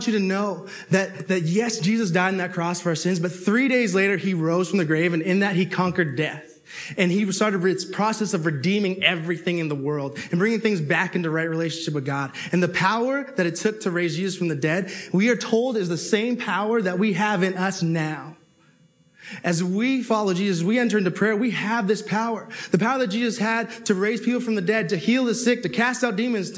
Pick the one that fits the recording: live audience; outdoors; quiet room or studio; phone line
live audience